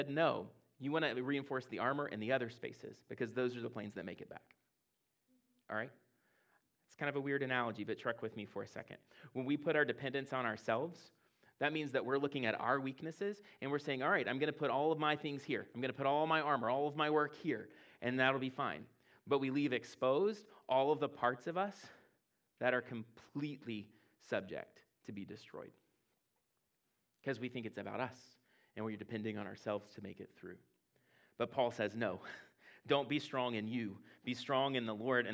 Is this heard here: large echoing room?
yes